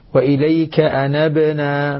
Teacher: ما نقول أنبنا نعطي الباء قلقلة · Term: قلقلة الباء